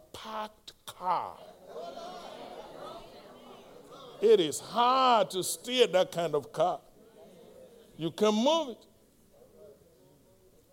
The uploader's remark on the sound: Live-recording.